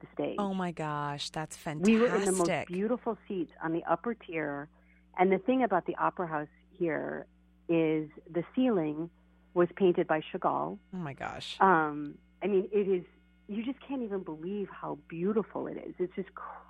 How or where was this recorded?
phone line